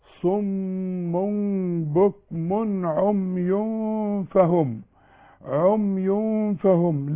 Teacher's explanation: في تنوين، ها، في غنة لانه بعده الفاء